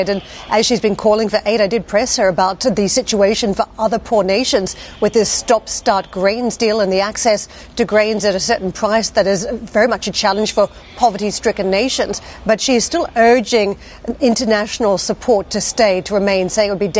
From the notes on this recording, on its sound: We are live at Web Summit in Lisbon